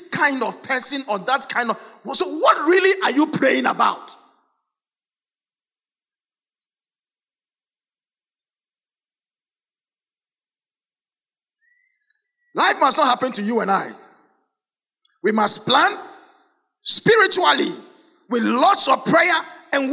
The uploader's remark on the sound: Sermon preached at CBC Shiashie Campus